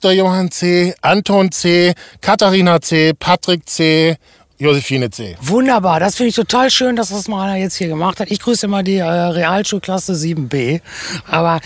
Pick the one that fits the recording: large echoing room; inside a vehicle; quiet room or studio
inside a vehicle